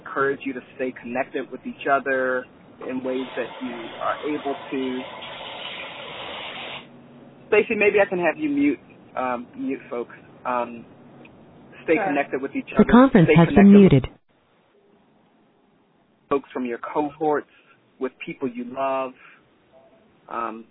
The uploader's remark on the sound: Rockwood hosted a conference call for alums and community members